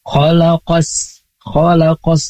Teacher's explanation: Tanda yang paling gampang itu adalah ada tasydidnya setelah huruf alif lam. Dan kemudian dibacaan itu tidak terdengar alif lamnya. Seperti khalaqas, khalaqas langsung di idgham. · Term: alif lam syamsiyah